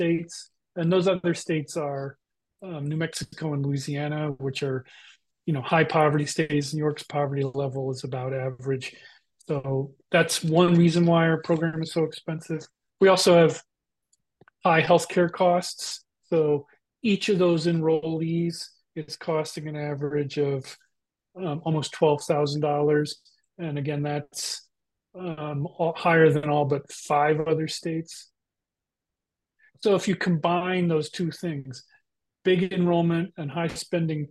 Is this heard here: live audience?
no